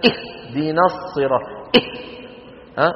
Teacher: يباعد الوترين الصوتيين عن بعضهما جدا فيتعب نفسه ولا ينطق ها، فيقول مثلا اهدنا الصراط، اه ها، فيستفرغ الهواء من الرئتين ولا ينطقها.